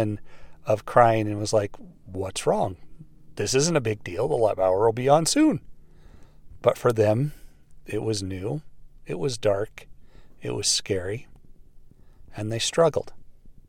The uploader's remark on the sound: It was another beautiful night in my truck waiting for practice to get over.